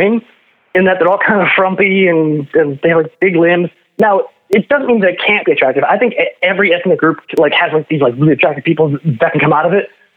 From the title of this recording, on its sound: PHONE CALLS